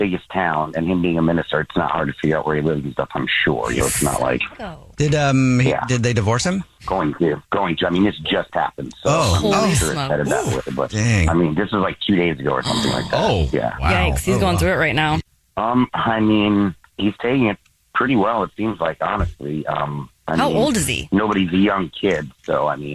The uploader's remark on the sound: The man on the phone